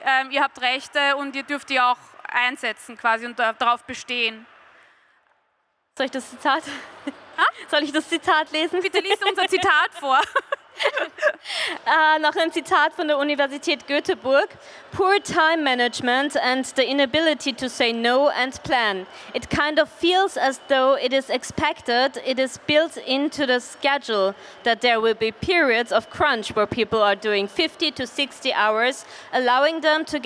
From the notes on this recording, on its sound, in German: Live von der VIECC. Live von der Vienna Comic Con.